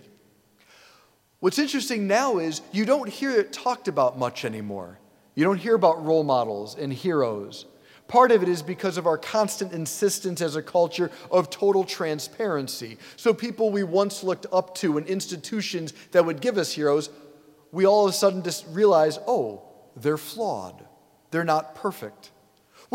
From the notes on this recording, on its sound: preached this homily on October 29, 2023 at St Basil the Great Catholic Church in Brecksville, OH